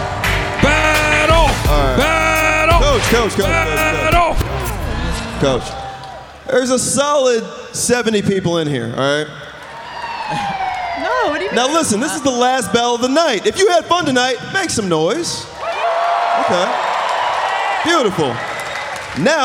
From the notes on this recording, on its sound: This episode is live audio from Comedy Centra’s Clusterfest 2019.